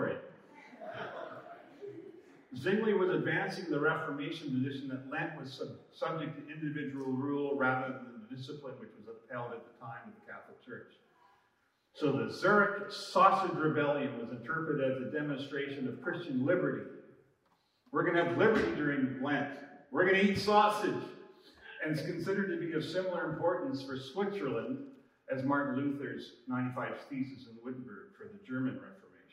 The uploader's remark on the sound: We ran into some trouble with our live recording, so our audio isn’t as crisp as we aim for.